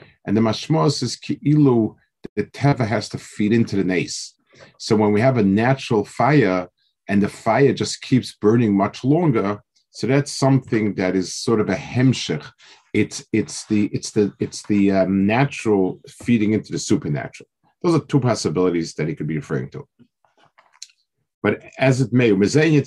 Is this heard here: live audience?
no